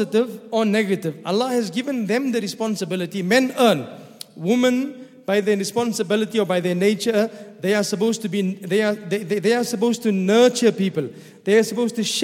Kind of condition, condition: setting, large echoing room